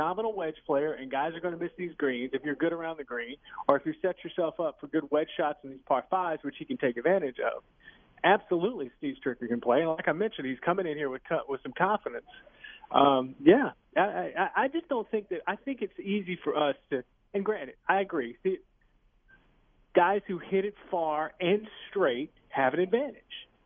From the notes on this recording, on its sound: calls in LIVE from Erin Hills